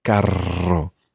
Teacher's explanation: I'm obviously over-rolling my R's here. I'm making a quadruple R rather than a double R with carro.